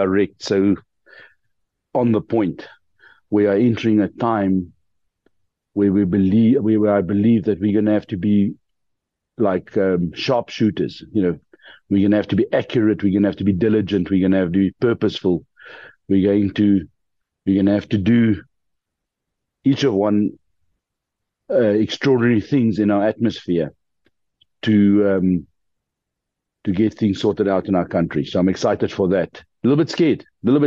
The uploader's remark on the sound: The Transformation Table Zoom Meeting 8 Feb 2024